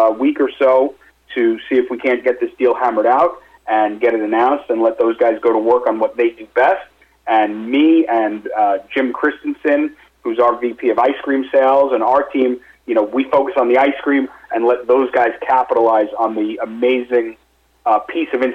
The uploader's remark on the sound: called in to SmallCapVoice